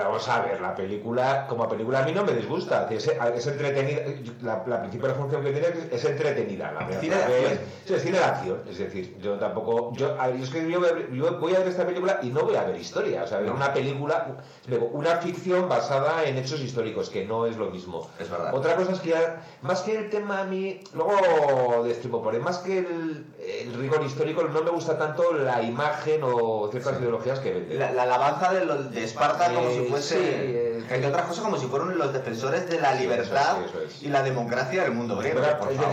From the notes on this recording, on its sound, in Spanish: HEMOS TENIDO PROBLEMAS CON LA GRABACION ASI QUE EL AUDIO ES BASTANTE REGULERO